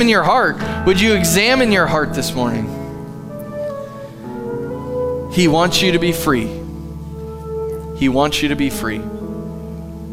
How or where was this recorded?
large echoing room